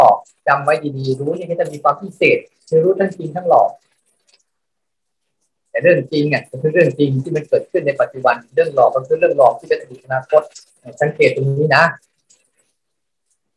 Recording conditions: video call